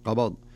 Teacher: الباء فيها ساكنة قبض والضاد متحركة، فلابد من قلقلة الباء